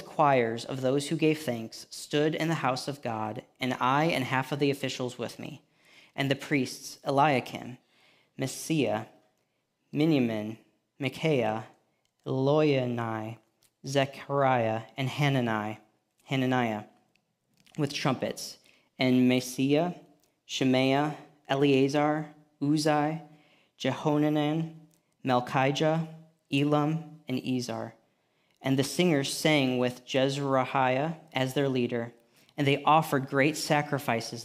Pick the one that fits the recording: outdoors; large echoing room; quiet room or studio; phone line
large echoing room